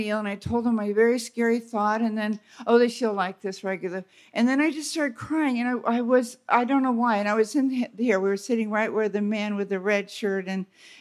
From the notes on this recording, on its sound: Live from the 13th Annual “Open Your Heart in Paradise” Retreat.